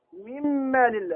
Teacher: هو النطق بالحرفين حرفا واحدا كالثاني، يعني الميم كالثاني مشددا هكذا · Term: إدغام مثلين